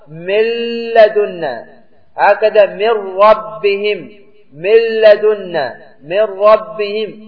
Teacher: في اللام والراء ستعود إلى نفس المخرج، فلهذا أبعدوا الصفة وأبعدوا الحرف وأضغموا النون في اللام والراء إضغاما كاملا